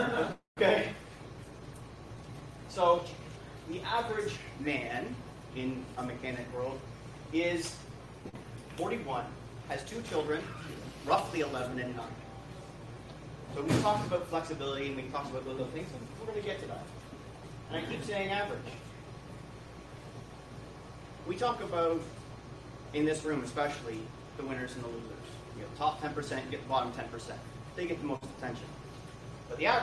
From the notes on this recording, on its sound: I got to speak to a small room full of my peers from Service Drive Live at Titos and Tshirts 2022; the first live event since the group's inception.